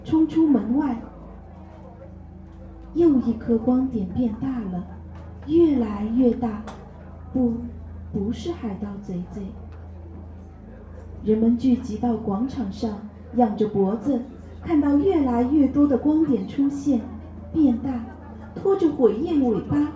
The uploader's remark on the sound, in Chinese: 12月27日周庄活动现场